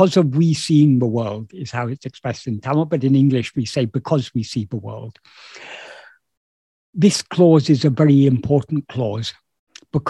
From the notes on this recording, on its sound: In a Zoom meeting with Sri Ramana Center, Houston